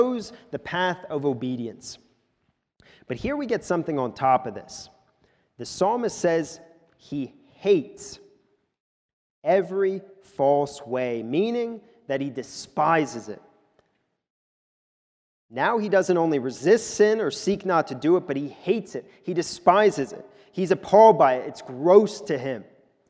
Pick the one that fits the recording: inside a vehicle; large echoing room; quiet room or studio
large echoing room